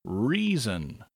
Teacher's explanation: Reason has a long E and then the schwa sound